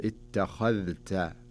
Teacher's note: فلذلك بدارة تنطق هذه الكلمة، لاحظ عندنا مأخذين، الخاء تكون مفخمة والتاء والذال تكون مرققة، وعدم إدغام الذال في التاء. يعني تقرأها لأيني تخا تخا، شوف لاحظ تخا هنا التفخيم، تخذ التاء أنزل للذال والتاء، فأقول لأيني تخذت إلها، تكون هنا ولا أبالغ.